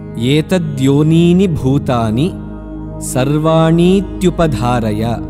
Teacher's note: in the word etadyonini, the first ni is dirgha and the second ni is hraswa